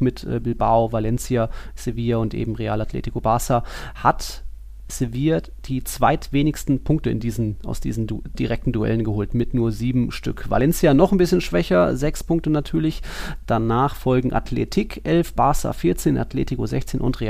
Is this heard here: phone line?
no